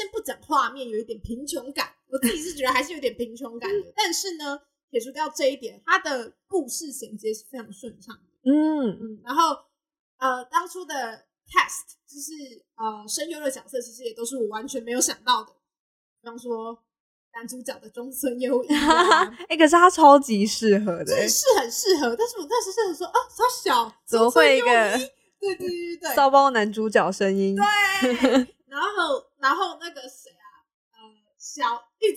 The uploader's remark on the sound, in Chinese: 本集音質有點問題還請大家多多擔待